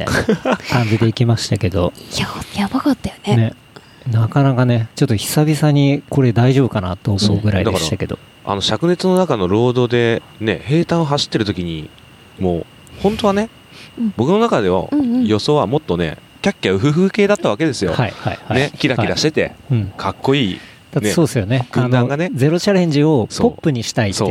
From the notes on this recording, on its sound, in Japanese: 山頂収録。早月尾根ルート。早月小屋。